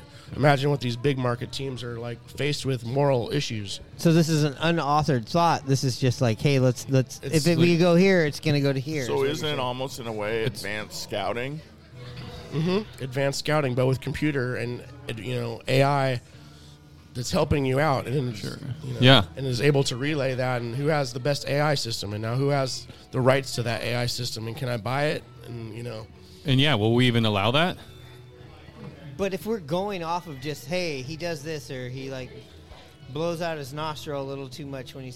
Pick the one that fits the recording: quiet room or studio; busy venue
busy venue